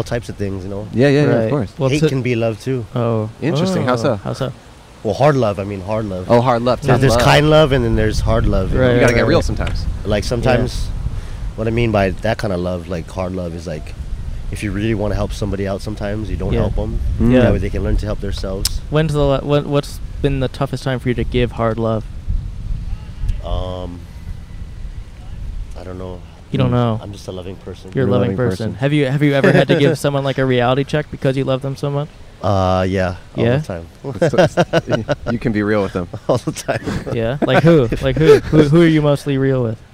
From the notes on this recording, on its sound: We finally left the states to record our first International episode in Honolulu! On Waikiki Beach in Honolulu, Hawaii.